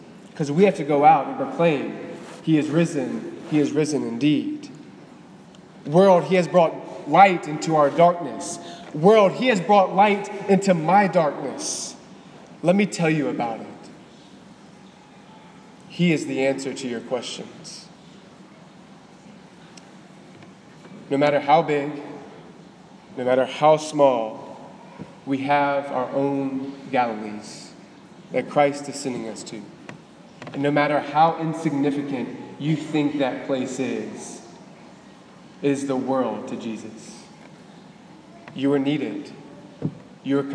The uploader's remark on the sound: Delivered on April 1, 2018 at the Cathedral of the Nativity of the Blessed Virgin Mary in Biloxi, MS.